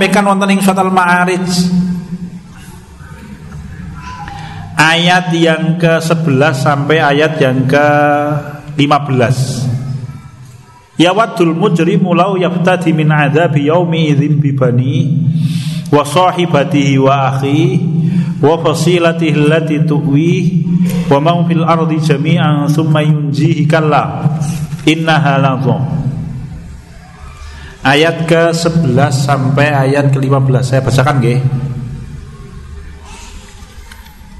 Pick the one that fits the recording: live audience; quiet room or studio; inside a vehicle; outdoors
live audience